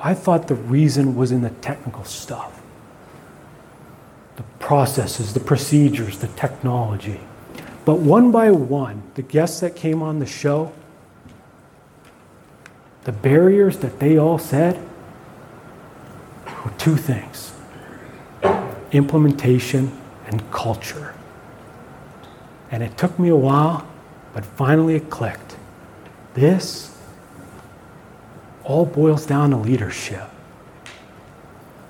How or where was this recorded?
live audience